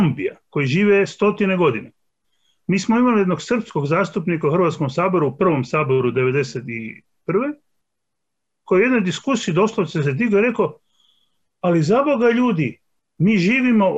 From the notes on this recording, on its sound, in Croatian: na Zoom platformi